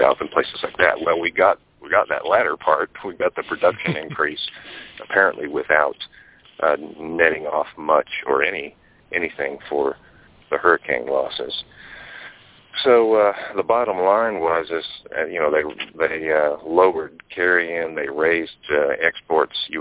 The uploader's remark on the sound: Monthly Conference Call On Cotton.